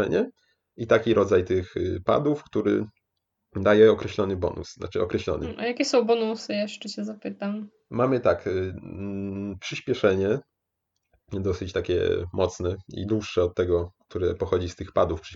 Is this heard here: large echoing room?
no